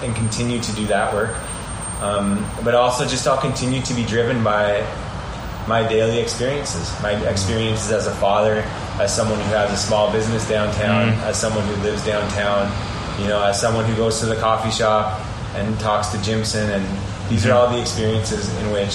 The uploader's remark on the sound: Gave me an in-person interview at the Commerce Building at 1291/2 Hunter St., the closest I have been in any literal sense to the Corner of Hunter and George yet for any interview. Apologies beforehand, but you can unfortunately hear our neverending battle with one truck outside the windows, plus the usual downtown noises.